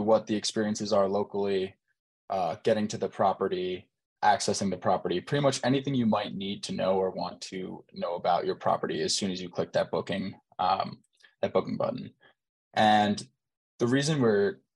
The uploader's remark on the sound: Zoom Call Start